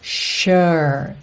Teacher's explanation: E o U não é aquele U fechadinho.